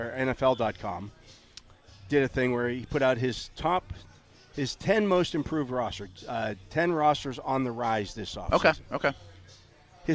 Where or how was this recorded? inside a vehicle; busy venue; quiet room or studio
busy venue